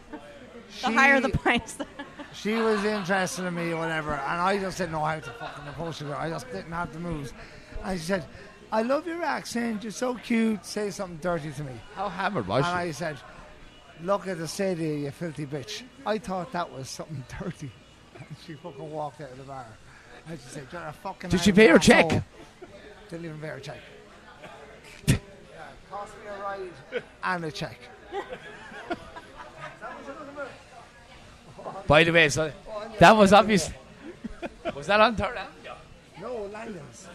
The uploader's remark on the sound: This episode was recorded in Peter Dillon's on 36th in Midtown Manhattan in New York City